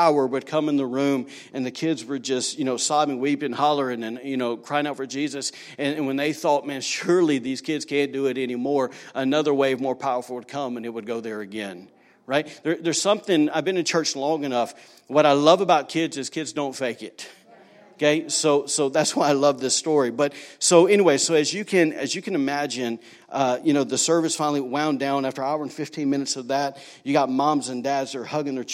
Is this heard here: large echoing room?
yes